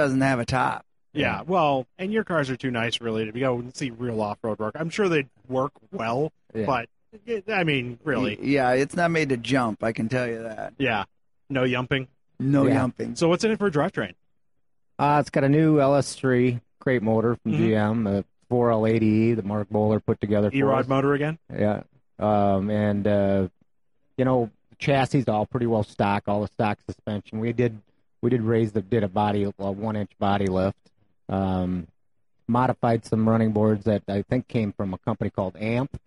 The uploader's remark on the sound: Live again from the SEMA 2018 show floor on the Magnaflow stage